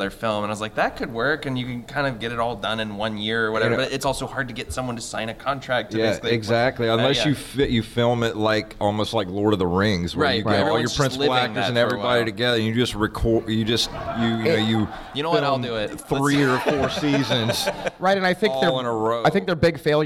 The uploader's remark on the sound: Answer questions from the audience!